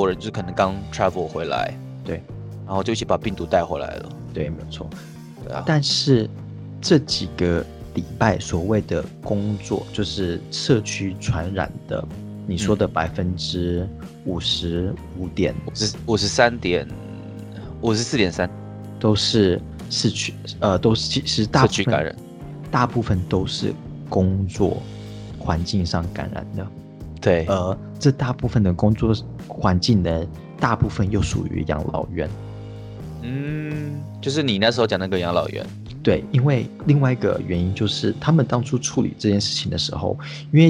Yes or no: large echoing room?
no